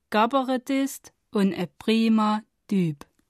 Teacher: K wird zu G. P wird zu B und T zu D.